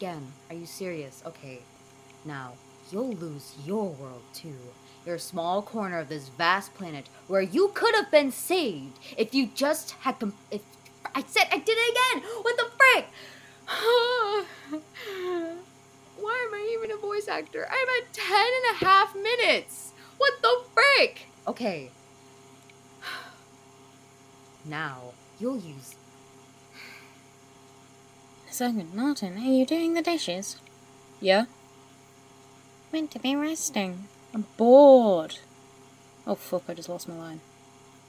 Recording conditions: background noise